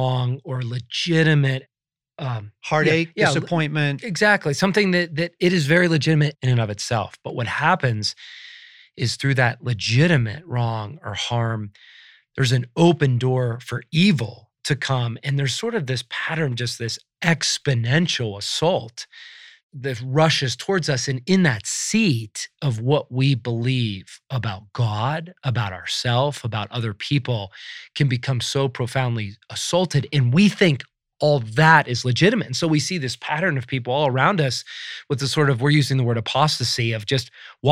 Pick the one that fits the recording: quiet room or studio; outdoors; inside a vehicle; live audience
quiet room or studio